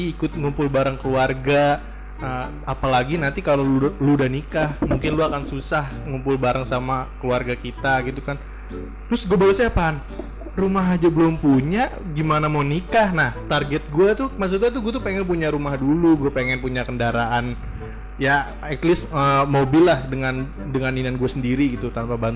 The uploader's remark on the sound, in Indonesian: Mohon maaf kualiatas suara low quality karna terjadi masalah teknis